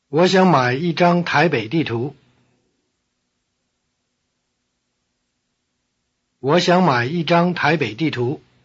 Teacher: Notice that the low tones of 我 and 想 change to rising tone before the low tone of my.